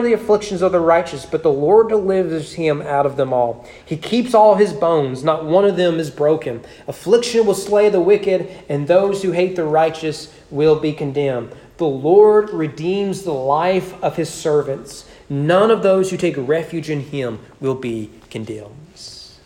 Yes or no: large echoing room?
yes